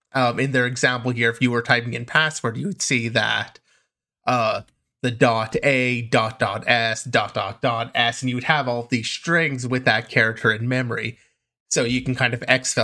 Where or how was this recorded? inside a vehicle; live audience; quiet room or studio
quiet room or studio